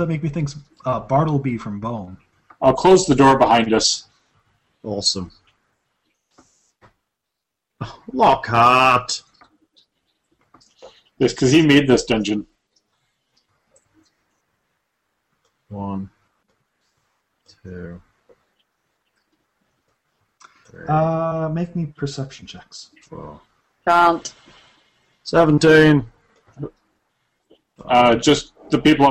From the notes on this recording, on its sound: Some technical issues at the end mean we lose some this file